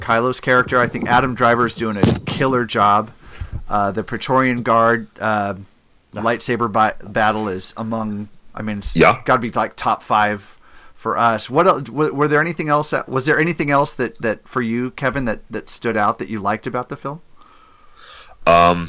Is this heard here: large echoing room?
no